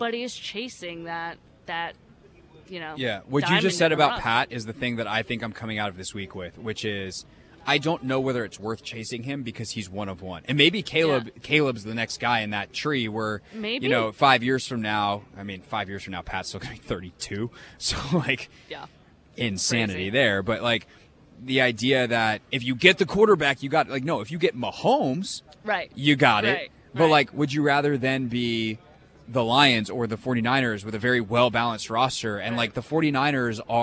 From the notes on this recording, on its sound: live from the NFL Combine